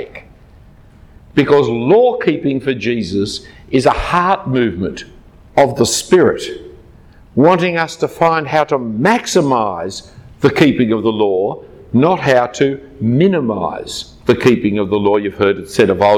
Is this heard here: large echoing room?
yes